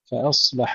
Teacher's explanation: فأصلح أيضا لا نقول فأصلح، نحافظ على سكون الصاد مع الهمس والصفير، فأصلح بدون قلقلة.